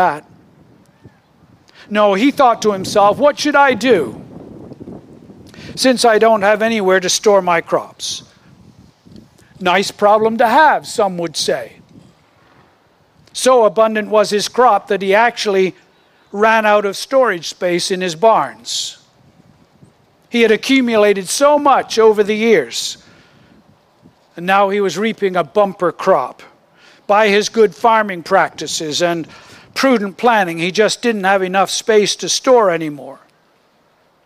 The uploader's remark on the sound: Originally recorded outdoors